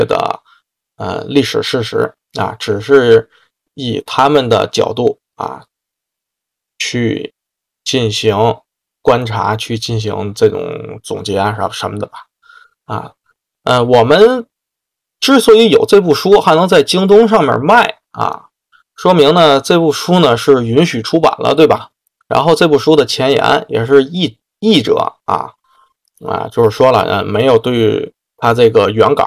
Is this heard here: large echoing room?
no